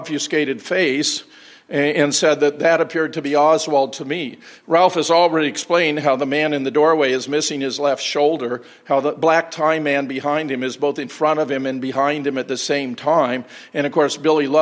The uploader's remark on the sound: Keynote presentation at the JFK 50th Commemoration hosted by the Oswald Innocence Project. Questions and Answers.